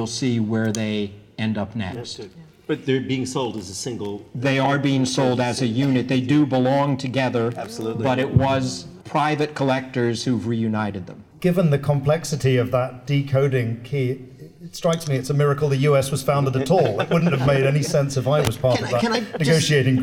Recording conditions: busy venue